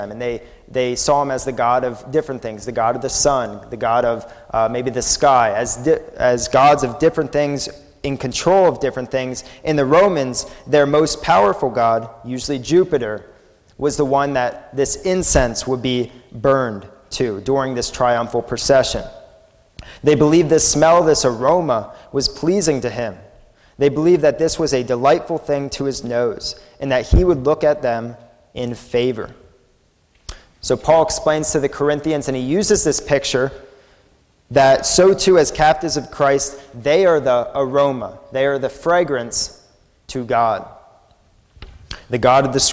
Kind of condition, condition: setting, large echoing room